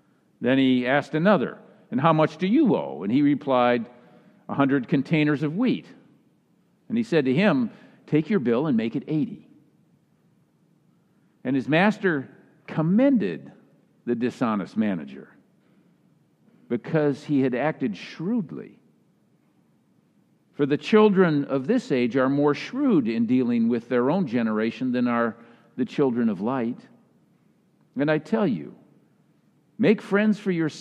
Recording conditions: live audience